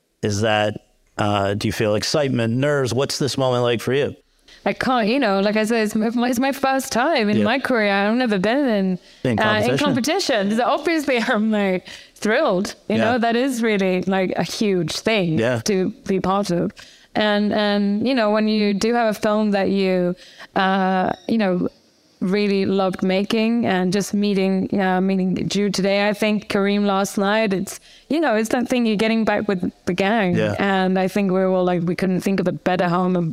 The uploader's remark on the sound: LIVE. In front of an audience in the Campari Lounge at the Cannes Film Festival.